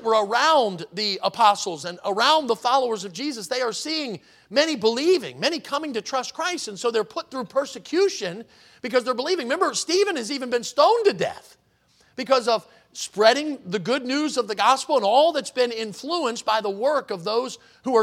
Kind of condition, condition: setting, large echoing room